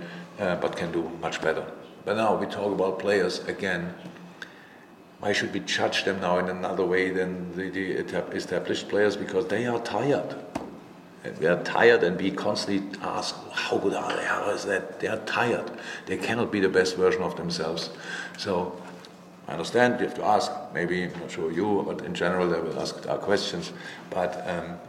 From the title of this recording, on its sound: Post-Match Press Conference